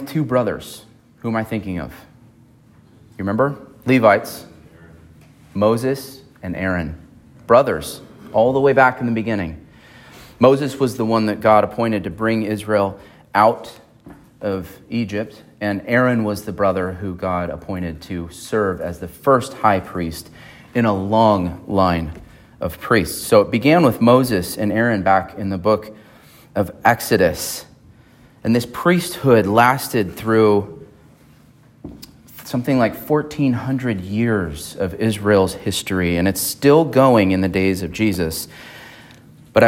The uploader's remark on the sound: at Emmanuel Baptist Church in Fallbrook, California